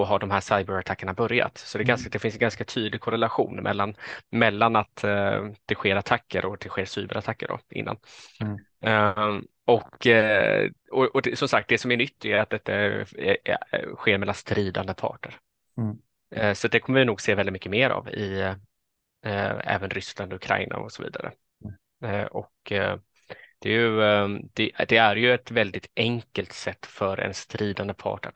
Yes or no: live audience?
no